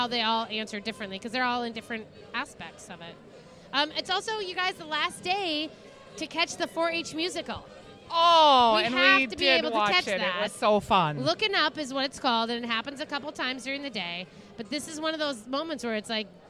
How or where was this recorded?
busy venue